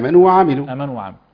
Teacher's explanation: هنا مادة تمكين، لابد أن نمكن الواو الأولى ونعطيها قدرها، لأننا إذا لم نمكن المادة هنا فسيحصل إدغام